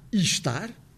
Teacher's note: aí dá-se uma elevação, o E torna-se I é uma vogal mais alta, ou então podemos deixar cair o E totalmente e dizer estar, o que muitas vezes acontece quando não dizemos simplesmente estar, e nesse caso, então, temos realmente uma eliminação do som vocálico. · Term: elevação vocálica